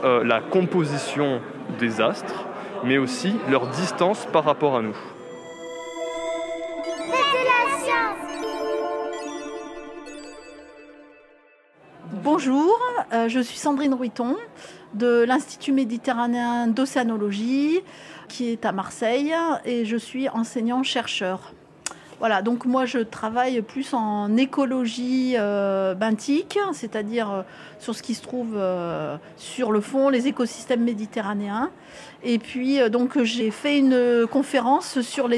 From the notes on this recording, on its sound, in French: Un reportage en itinérance durant le festival des Sciences et de l'Innovation. À la rencontre des festivalier·es et des chercheur·es.